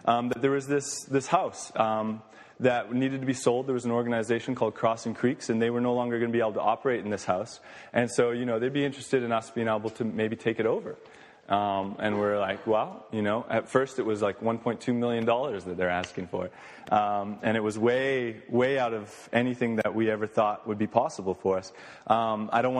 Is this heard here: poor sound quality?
no